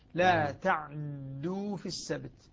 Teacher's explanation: يعني إسكان العين مع تثقيل الدال · Term: إسكان محض